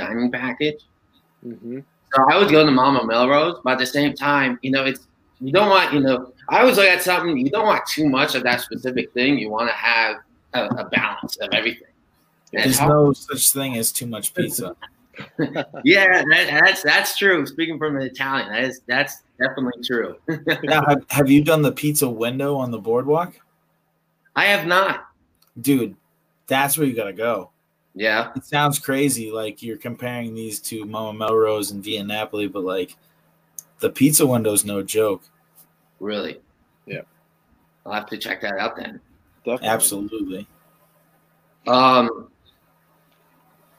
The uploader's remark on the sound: ran into some connection issues